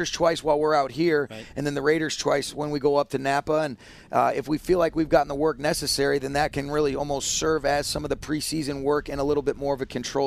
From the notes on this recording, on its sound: Broadcasting live from Rams Training Camp at UC Irvine